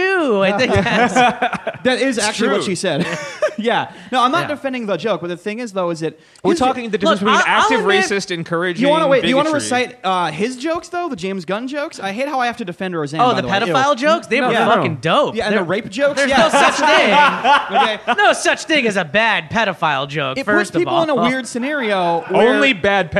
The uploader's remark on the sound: Our first ever live episode. Four mics of pure chaos. This was recorded live in front of an audience. At the beautiful new Misfit Hive up in Queens.